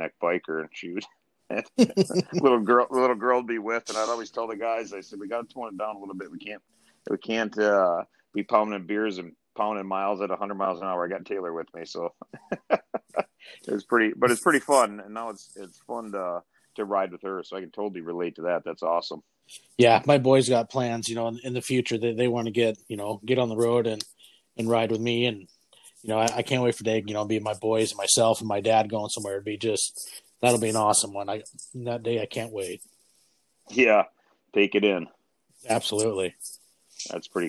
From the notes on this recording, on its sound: over the phone